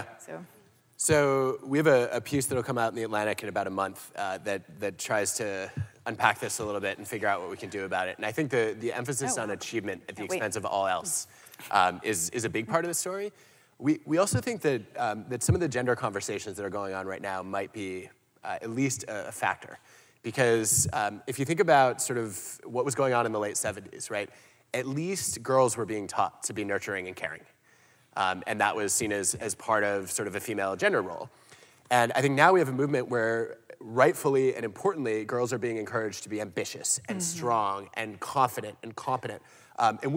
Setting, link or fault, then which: setting, live audience